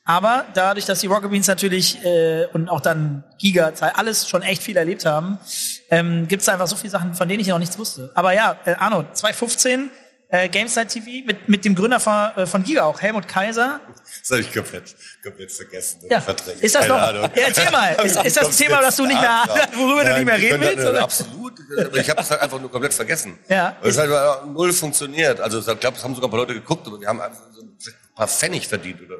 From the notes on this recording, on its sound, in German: OMR 2023 Live. Der Spielekeller hat seine erste Live-Aufnahme.